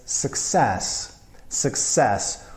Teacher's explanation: The stress goes on that first syllable, sukces, but it's success, success. Put a nice strong intonation, a nice stress on the second syllable, success.